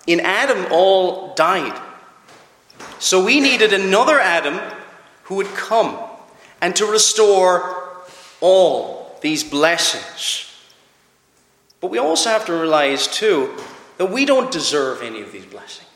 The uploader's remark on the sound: Preached at Clare Reformed Presbyterian Church